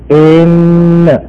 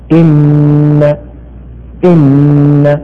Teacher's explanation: ومثلها مثلا إن، تجد بعضهم من أجل أن يأتي بالغنة كاملة موفاة يقول إن، فيأتي بياء زائدة تلحظ لدى السامع من خلال نطقه · Shown in: first take